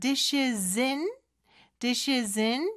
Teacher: Dishes하고 in은 연음이 될수 있거든요